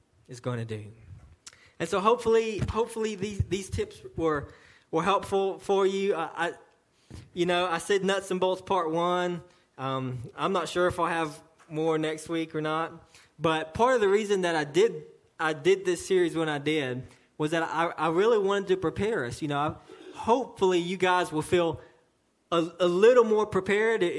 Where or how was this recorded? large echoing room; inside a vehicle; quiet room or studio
large echoing room